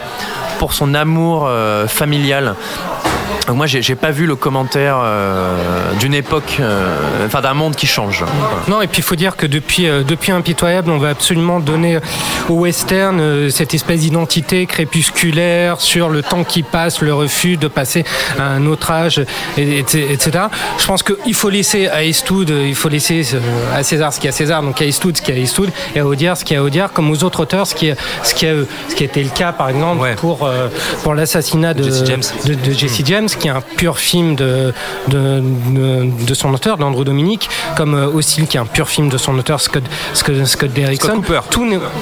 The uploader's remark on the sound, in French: L’équipe reprend ses quartiers au Hurling. Fin de Séance donne la parole au public en lançant une section micro-trottoir ! Enregistré au Hurling pub ( 8 Rue Descartes, 75005 Paris ).